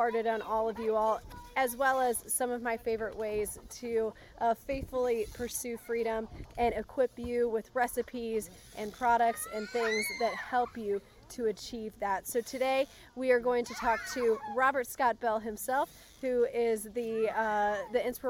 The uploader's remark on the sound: On location at Goody Farms in Joplin, MO